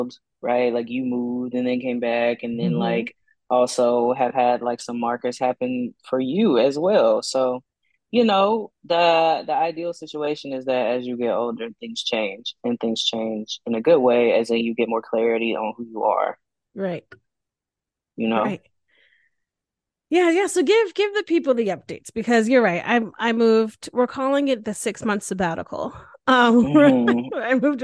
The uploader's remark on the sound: This podcast was recorded via Zoom.